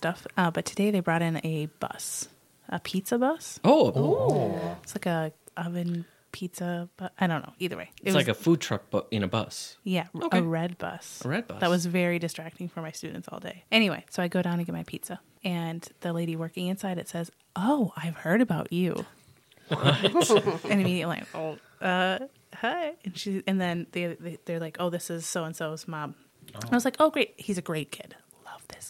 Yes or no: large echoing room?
no